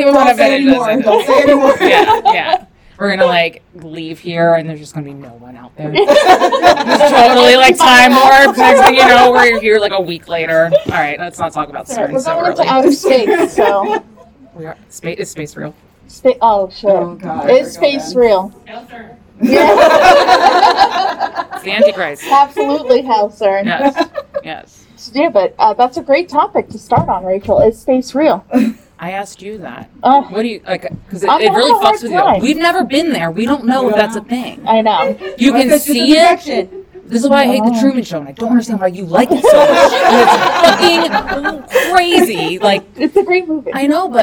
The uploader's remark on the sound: We had such an amazing time doing our first ever live show at Anahata's Purpose!